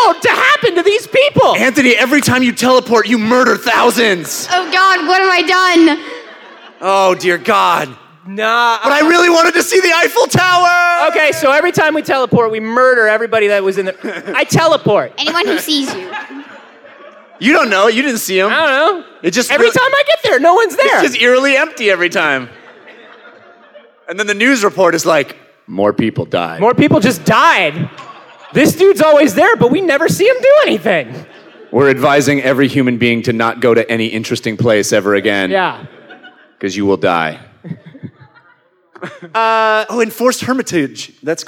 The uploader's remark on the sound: This one was recorded live at the PAX South convention in San Antonio Texas, and consists entirely of questions from the audience.